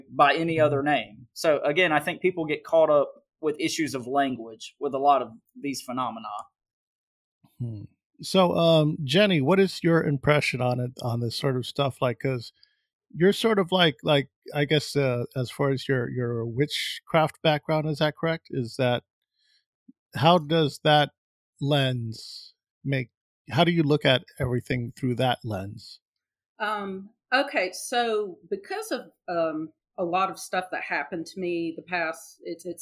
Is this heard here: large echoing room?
no